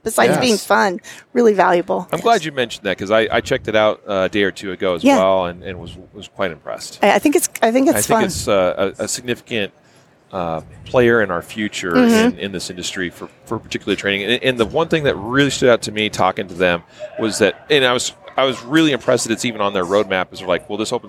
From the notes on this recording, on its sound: An interview that was recorded on the SHOT Show floor in the HK booth.